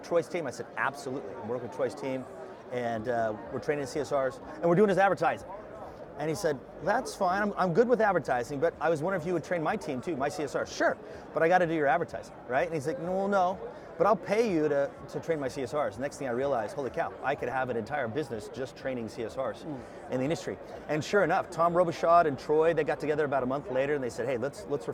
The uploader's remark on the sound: sat down with us at Service World